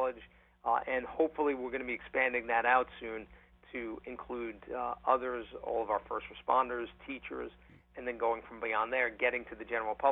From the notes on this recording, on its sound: On The Phone.